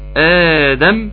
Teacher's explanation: مد بدل يمد بمقدار حركتين